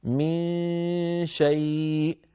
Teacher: المثال عند الحرف الذي بعده وهو الشين كما نرى على اللوحة، من شيء، فبعد أن ننطق الميم نهيئ الفم على مخرج الشين ولكن لا ننطق شينا هكذا، من الفم مهيئ على مخرج الشين، لكننا لا ننطق شينا، ننطق غنة من الأنف ومعها ذلك الصويت الفموي الذي تكلمنا عنه مرارا، فيسمع السامع صوتين مخلوطين مع بعض، وأكرر وأعيد، الصوت الفموي ضعيف قليل وأغلب الصوت من الأنف.